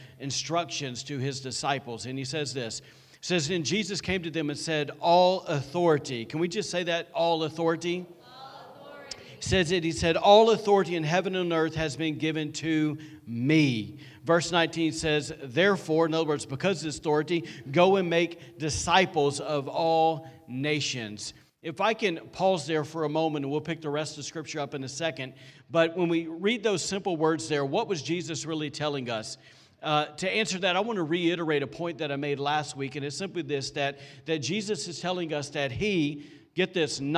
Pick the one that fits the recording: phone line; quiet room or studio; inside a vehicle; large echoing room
large echoing room